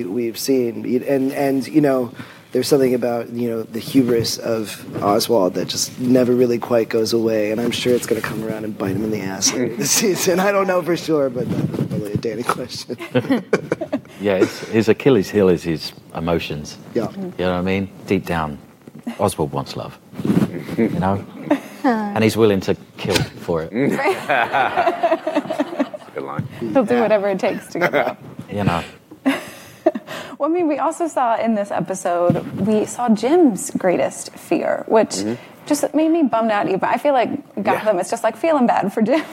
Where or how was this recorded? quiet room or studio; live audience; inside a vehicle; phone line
live audience